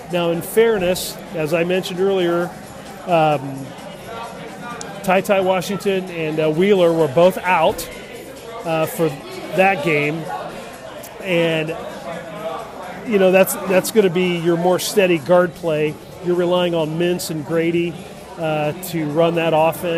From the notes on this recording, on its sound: On location from Bier.